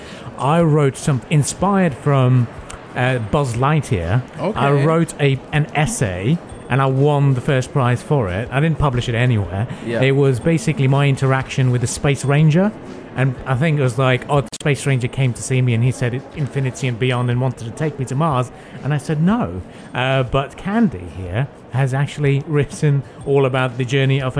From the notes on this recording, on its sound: Pulse Live at SIBF 2021. One of the youngest authors at the book fair.